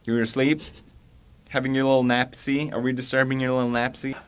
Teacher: And the sibilance of his S is quite sharp. · Term: subtle lisp